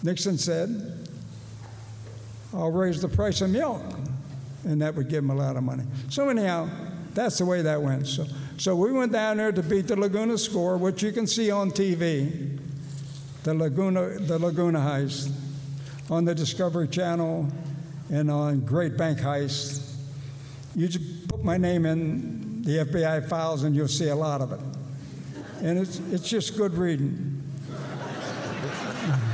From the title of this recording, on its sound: live recording of 2/9/24